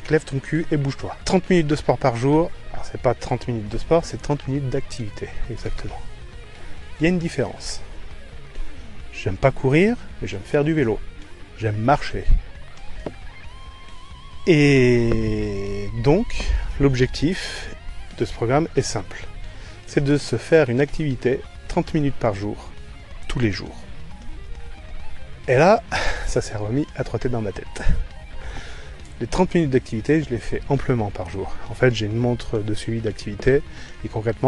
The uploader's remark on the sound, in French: Enregistrement avec le Zoom H1 en extérieur à la campagne. Pour correction de niveau de son dans le seconde partie.